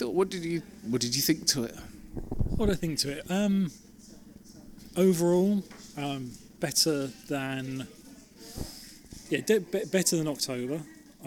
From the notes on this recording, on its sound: Recorded at the show in the NEC in Birmingham. It's live, so beware of background noise! Apologies for the technical glitches at the start, the perils of field recording!